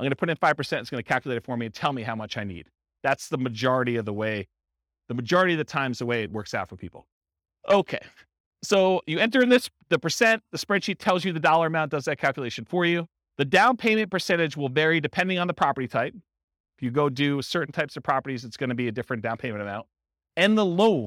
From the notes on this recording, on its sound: This was a live class recorded for buy and hold real estate investors.